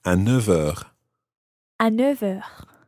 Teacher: the F of neuf, becomes more like a V when you're following it on with something else